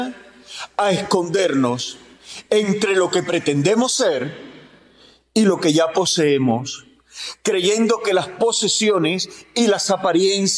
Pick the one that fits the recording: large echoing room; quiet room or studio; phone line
large echoing room